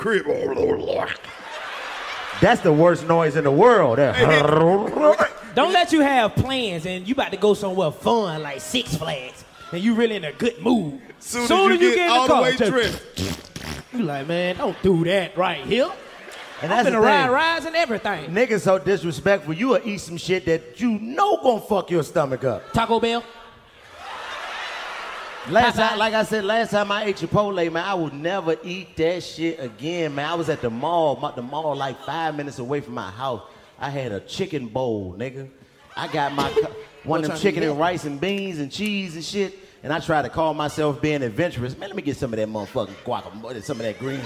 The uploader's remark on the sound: Live From The Nashville Comedy Festival